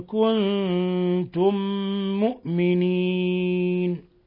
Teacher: إن كنتم إخفاء حقيقي في النون مع الكاف وفي النون مع التاء، إخفاء حقيقي في النون مع الكاف، إن كنتم، وإخفاء حقيقي في النون مع التاء، ثم إضغام مثلين صغير في الميم مع الميم، كنتم مؤمنين. ميم ساكنة جاء بعدها ميم متحركة، أضمت الميم الساكنة في الميم المتحركة فصار ميما واحدة مشددة